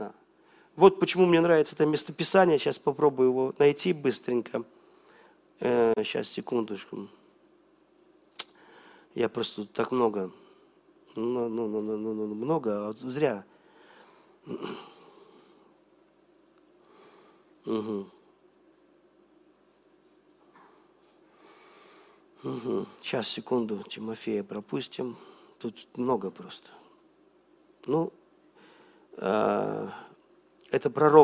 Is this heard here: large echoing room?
yes